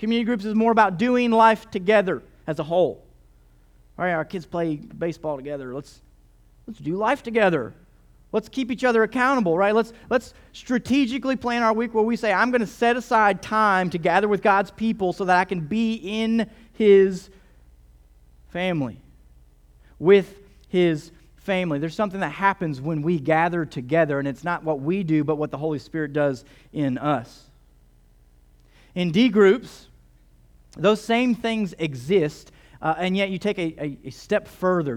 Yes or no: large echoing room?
yes